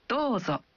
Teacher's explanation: Saat Anda mengatakan Dozo, Anda mengucapkan vokal O dalam Do satu ketuk lebih panjang.